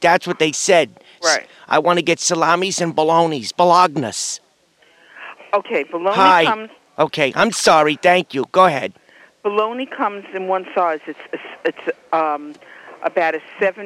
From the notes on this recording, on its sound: …'s Personal Prank Phone Calls Collection.